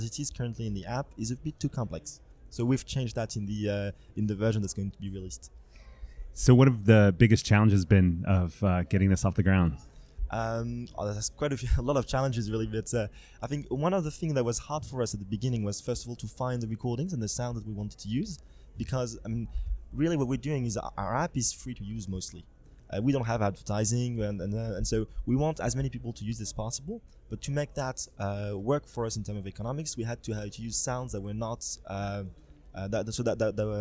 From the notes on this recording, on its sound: stopped by the #MidemTectonics podcast booth at Cannes